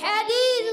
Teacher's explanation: حدیث میں ہا کی ادائیگی الگ کے درمیان والے حصے سے. حدیث یا ساکن سے پہلے زیر یا مدہ ہے، ایک الف کھینچنا ہے، سا پر پیش ہے، اس کو بغیر کھینچے ادا کریں گے. اور سا سین سے نہیں بدلنا.